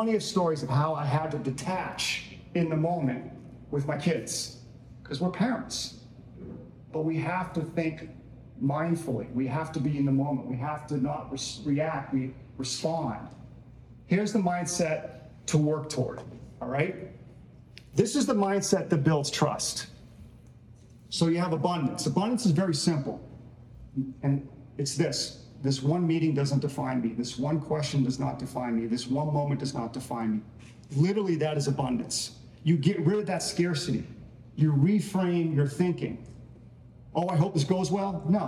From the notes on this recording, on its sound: recorded live at a speaking event